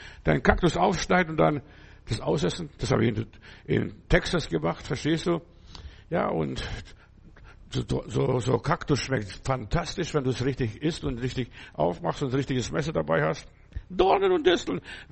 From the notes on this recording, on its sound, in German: im Gemeinde-Zentrum in Berlin aufgenommen